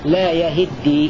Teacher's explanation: روى حفص بفتح الياء وكسر الهاء